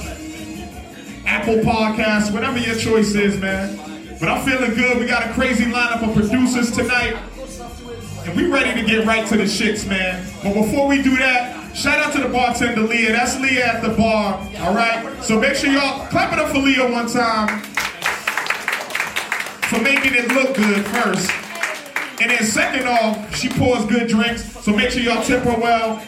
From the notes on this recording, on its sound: Beat Club Podcast Live: Allston, MA (Dec 2018). We had an opportunity to take a trip to Allston, MA where we got a chance to hear some amazing producers and battles.